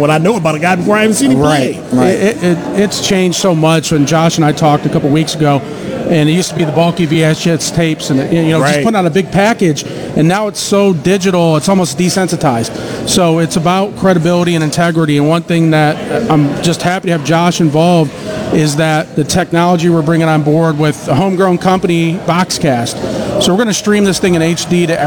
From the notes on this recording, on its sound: WTAM 1100 Interview. Live radio interview from the Hooley House.